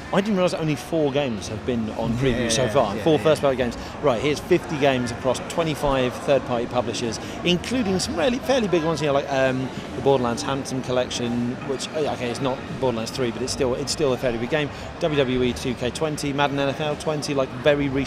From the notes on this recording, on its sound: Live from X019. Microsoft's event in London this week. Recorded on the show floor itself, this discussion actually took place a few hours ahead of the reveals.